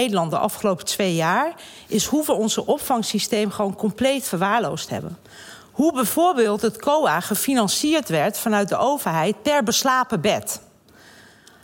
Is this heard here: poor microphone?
no